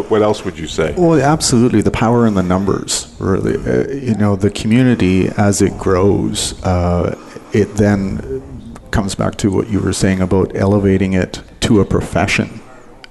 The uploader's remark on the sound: At the 2016 IPBC Ignite Confrence. Live Broadcast at the The IPBC IGNITE Conference.